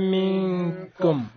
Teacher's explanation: عند كافي طبعا منكم حكمها الإخفاء مع الغنة